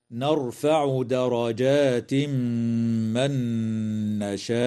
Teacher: قوله تعالى: نرفع درجات من نشاء، يدغم التنوين في الميم مع الغنة في قوله تعالى: درجات من، وكذا تدغم النون في النون مع الغنة في قوله تعالى: من نشاء.